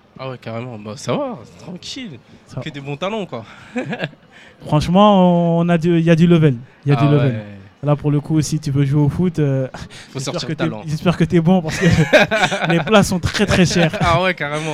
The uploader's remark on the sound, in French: Une émission spéciale en 2 parties, enregistrée en public, lors de la Fête de quartier du Pavé Neuf à Noisy-le-Grand.